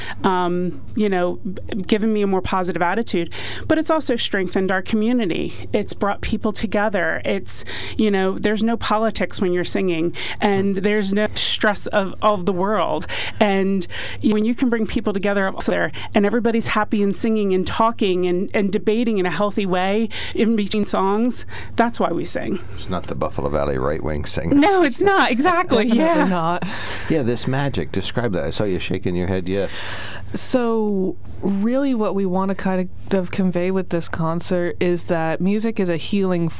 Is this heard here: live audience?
no